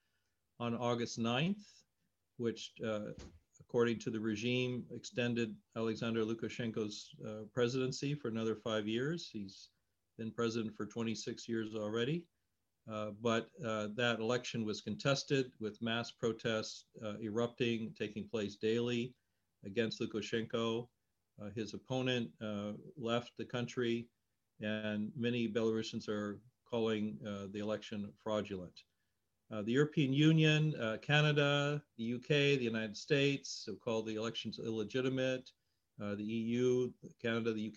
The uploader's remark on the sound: The Wilson Center’s Canada Institute, Global Europe Program, and Kennan Institute invite you to this virtual panel with leading authorities.